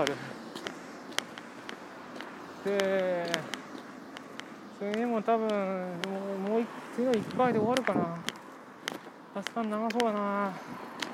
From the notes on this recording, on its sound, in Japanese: 通勤時，バスを降りてから職場まで歩く時間に，iPad miniのボイスメモを回してみる。